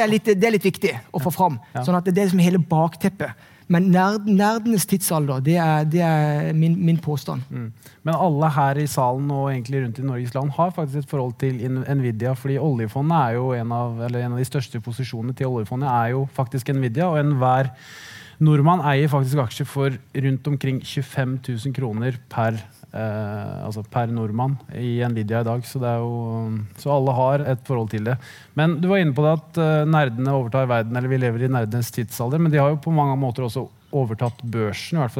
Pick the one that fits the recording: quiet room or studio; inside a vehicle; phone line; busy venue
busy venue